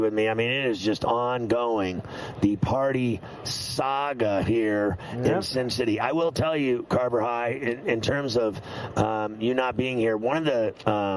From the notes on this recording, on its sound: Live From Radio Row in Las Vegas!